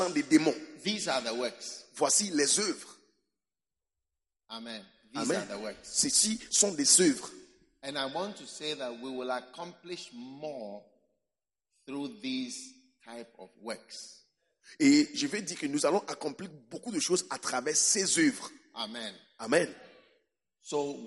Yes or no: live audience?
yes